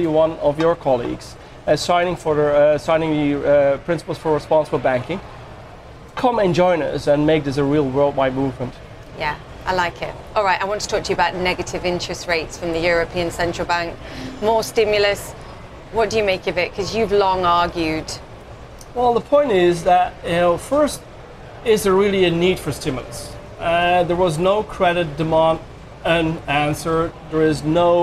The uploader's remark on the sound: live from the New York Stock Exchange